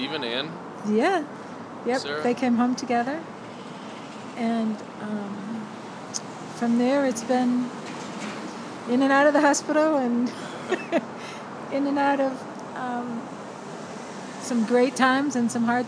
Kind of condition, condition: fault, sounds in the background